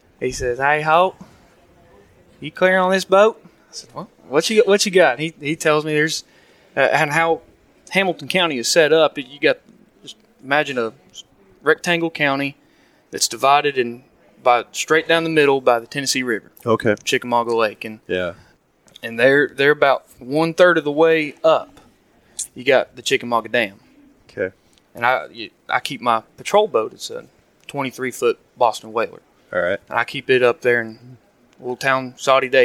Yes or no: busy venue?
yes